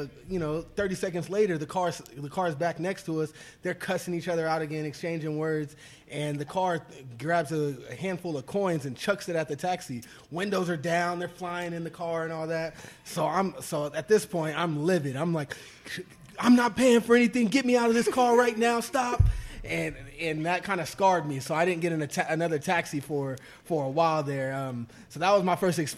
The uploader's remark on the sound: live from Jack Demsey's